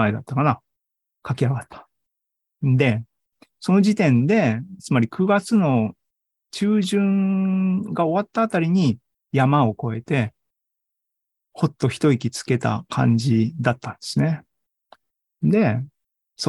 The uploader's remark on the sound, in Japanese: ２０２２年９月２８日に開催した ZOOMライブの模様です。